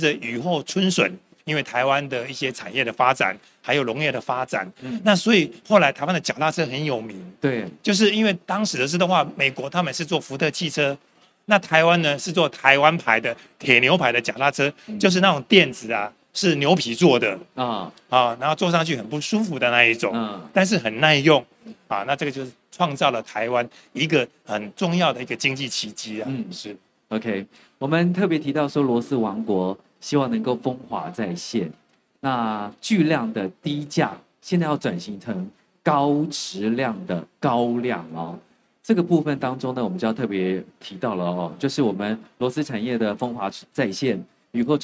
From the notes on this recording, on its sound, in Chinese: 本集節目於2023年台灣國際扣件展（FASTENER TAIWAN 2023）5月3日至5月5日在高雄展覽館現場錄製。